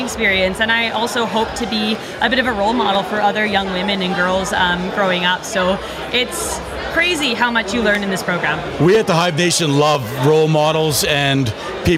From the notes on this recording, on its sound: Live at The 7th Annual NCSG & Blackfish Enterprises Networking Event at The 2023 Calgary Stampede.